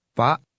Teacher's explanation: The K on the end of that word is not pronounced, and the A immediately before it is cut off sharply.